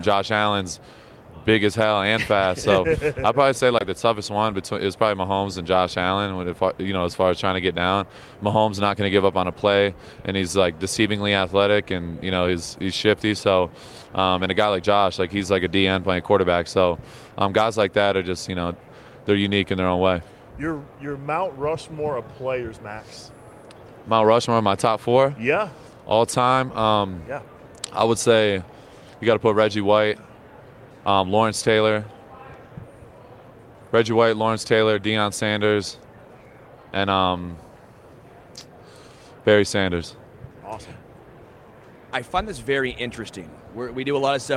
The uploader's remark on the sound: Live from Super Bowl LVIII